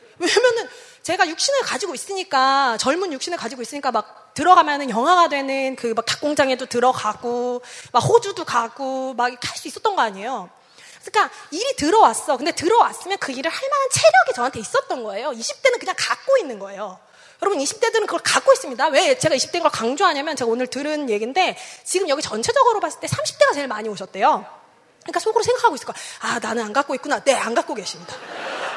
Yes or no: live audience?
yes